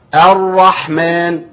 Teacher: اعرف ان اللام دي دخلت في الراء، فما فيش لام بتنطق معايا خالص، لا عند الوقف ولا عند الوصل.